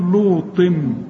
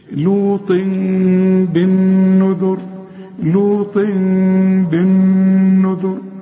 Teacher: كل تنوين بعده ب يحصل إقلاب، هنقلب التنوين إلى ميم، نقول لوطم.